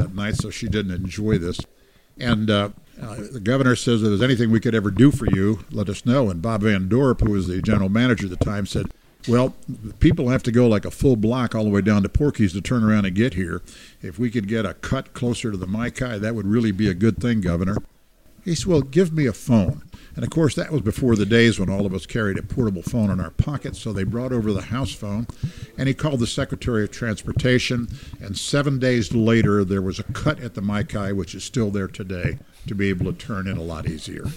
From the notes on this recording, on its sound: we recorded this episode from The Hukilau in Fort Lauderdale, Florida